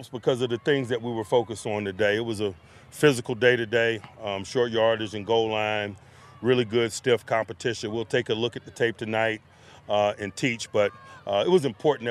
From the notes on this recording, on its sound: In the Locker Room Live from Steelers Camp.